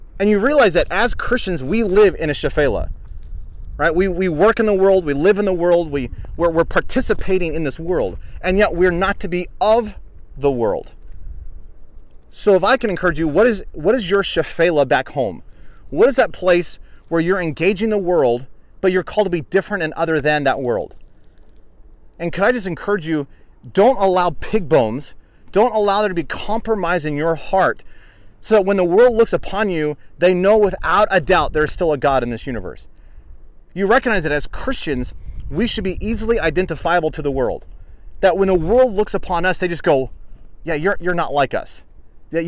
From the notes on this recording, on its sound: Live Lessons from Israel (Israel Study Tour 2019). Despite a bit of wind in the background.